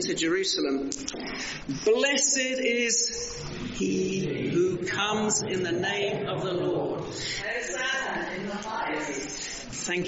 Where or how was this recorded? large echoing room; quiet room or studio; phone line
large echoing room